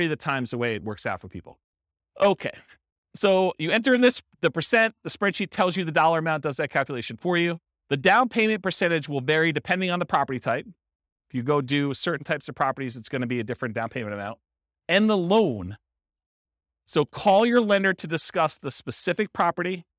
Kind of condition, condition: setting, live audience